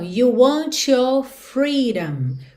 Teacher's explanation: Aqui é muito comum, você já deve saber, palavras que terminam em T e depois a gente tem your, que soa cho, cho.